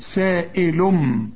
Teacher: التنوين اللي بعده به يجي إقلاب، تقلب التنوين إلى ميم